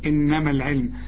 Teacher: شوف لغينا الالف عند الوصل، انما العلم، شبكنا الميم مع اللام